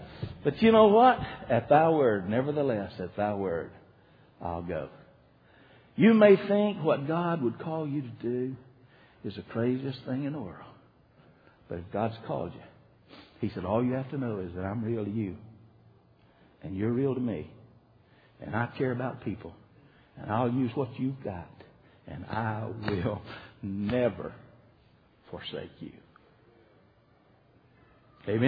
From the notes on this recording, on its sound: (Archived from January 2006 Revival at Liberty Baptist Church in Dalton, Georgia).